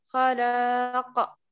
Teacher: القاف هنا مقلقلة مخففة ما هي بمشدد لا تبقي شيئا من الضغط في المخرج